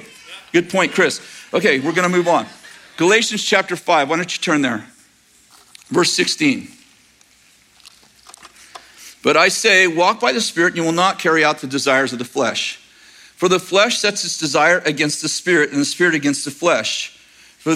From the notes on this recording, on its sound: In this message from April 23rd, 2023 at Bethel Church in Redding CA